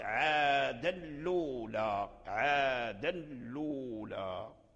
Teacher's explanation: والتنوين والنون ساكنان إذا التقى مع اللام فيكون الإدغام كاملا · فنافع لما حرك اللام بحركة الهمزة والتقى مع التنوين الساكن فيكون من باب الإدغام الكامل، فأدغم التنوين في اللام فصارت عادا لولا